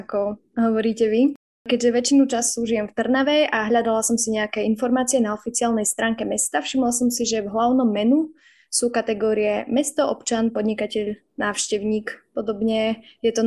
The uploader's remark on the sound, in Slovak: Ospravedlňujeme sa za nižšiu kvalitu zvuku, podcast sme nahrávali online.